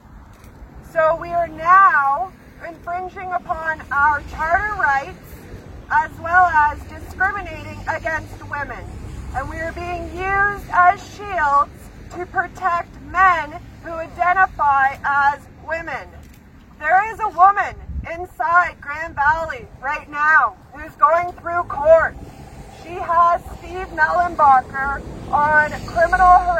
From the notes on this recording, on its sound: In the car on the way to the protest at Grand Valley Institution (GVI) in Kitchener, Ontario.